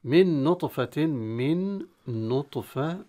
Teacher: نطفة، من نطفة نون مع نون، تقنون ساكنة مع النون المتحركة، فأدغم النون في النون وأصبح النون مشددة، والنون المشددة حكمها الغنة، هذا الإدغام وإدغام تام.